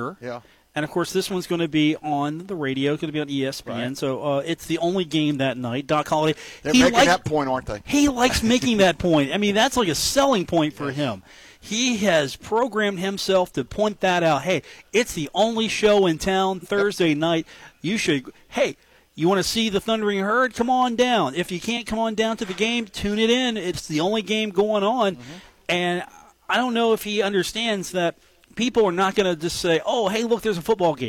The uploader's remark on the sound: live from The Union Pub and Grill